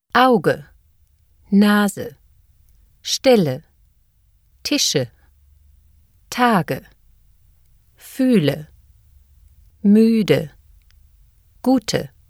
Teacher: In unstressed syllables, the vowels A, I, O, and U retain their basic sound quality. The vowel E becomes weak and is pronounced as a schwa.